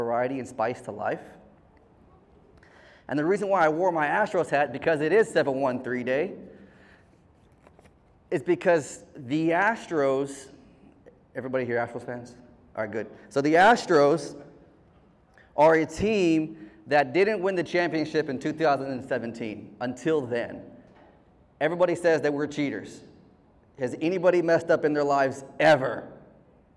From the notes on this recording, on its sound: a heartfelt speech delivered by our very own host at the Medical Center's "Veterans, Red, White, and You" event on July 13th, 2023